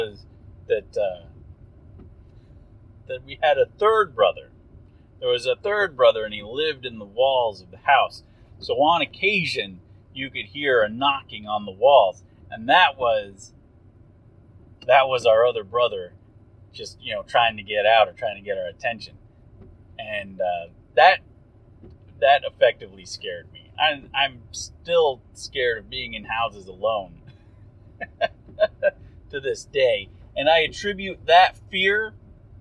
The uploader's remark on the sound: Drive Time Special! Apologies for the audio, listen at your own risk.